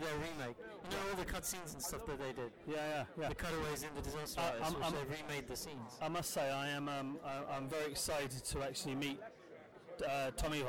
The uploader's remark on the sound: A special screening of The Room at the Prince Charles Cinema in London's Leicester Square. We recorded live at the event (so please excuse the noise).